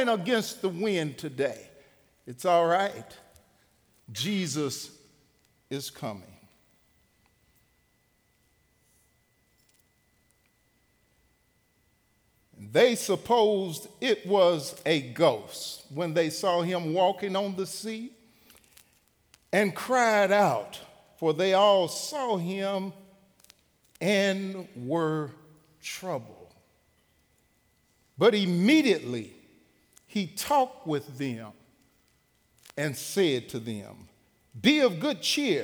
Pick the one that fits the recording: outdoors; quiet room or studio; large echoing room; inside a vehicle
large echoing room